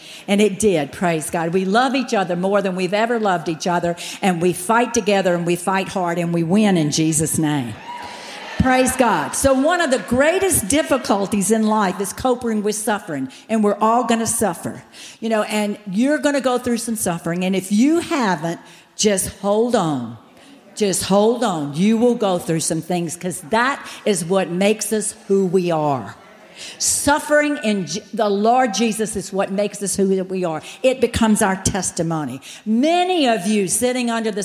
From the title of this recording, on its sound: General Session, Flourish 2023